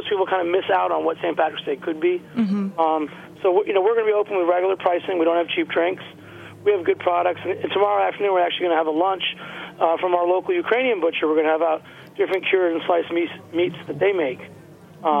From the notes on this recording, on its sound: on the phone